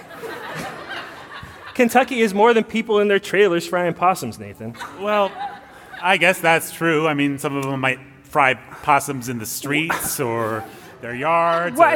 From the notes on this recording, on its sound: Recorded live at Church of the King.